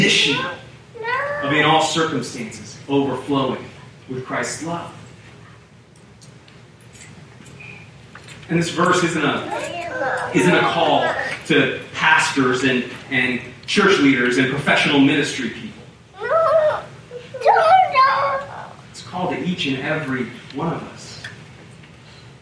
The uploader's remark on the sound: We apologize for the audio issues. Due to technical difficulties we were only able to offer the audio from the room.